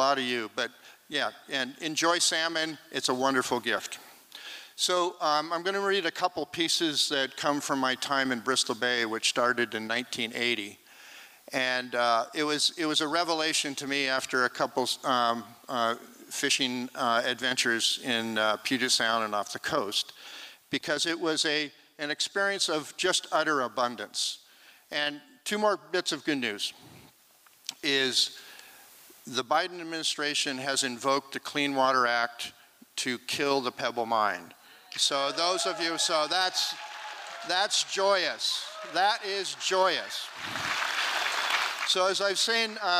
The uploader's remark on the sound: 2023 FPG-Liberty Theatre-Saturday Night-Fourth Set. This recording was made on Saturday, February 25th, 2023, at the Liberty Theatre in Astoria, OR as part of the FisherPoetry Archive Project.